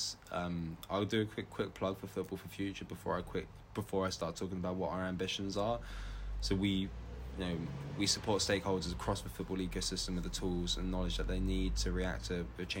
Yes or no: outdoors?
yes